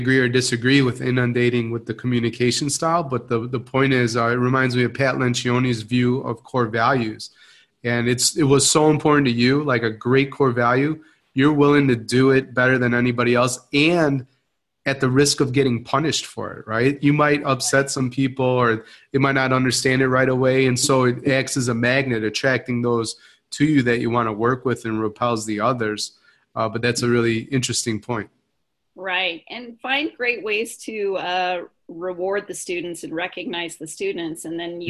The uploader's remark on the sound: Live Webinar.